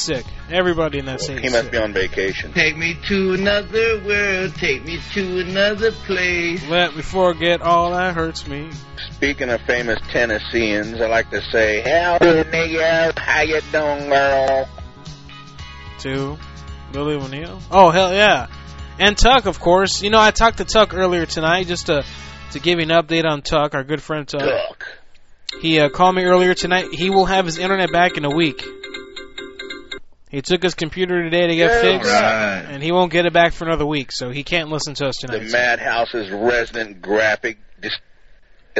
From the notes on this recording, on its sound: Prank Phone Calls Collection.